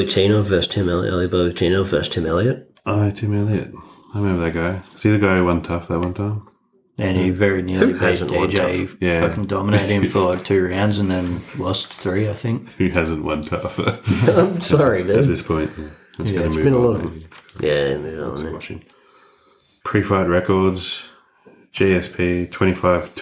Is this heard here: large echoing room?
no